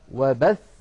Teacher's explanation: وبث نقف عليها بالضغط على الثاء · Term: النبر